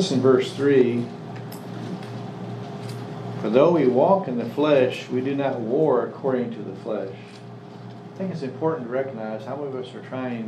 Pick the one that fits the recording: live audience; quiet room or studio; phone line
live audience